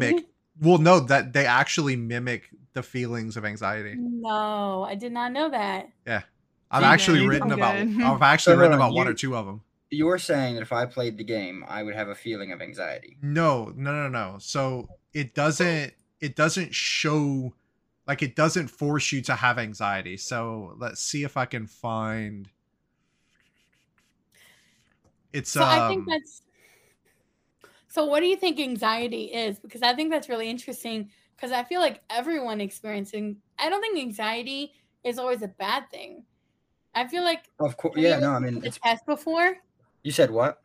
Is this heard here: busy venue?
no